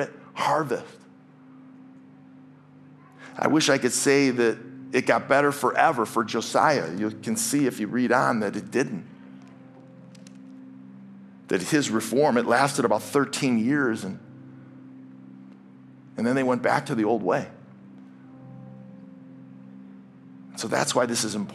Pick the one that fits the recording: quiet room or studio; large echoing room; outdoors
large echoing room